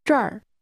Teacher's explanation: Say here with a high falling tone.